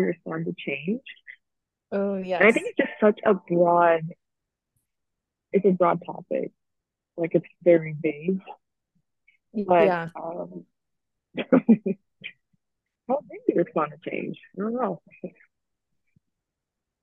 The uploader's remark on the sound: This episode, despite all the technical funks.